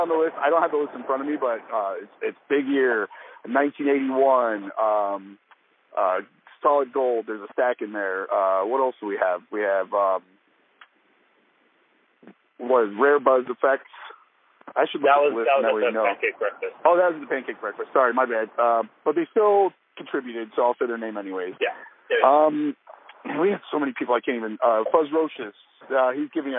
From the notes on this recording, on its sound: On The Road-A-Sode. Trying a call recording type of thing.